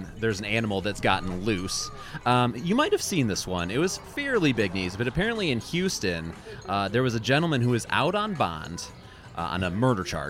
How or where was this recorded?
busy venue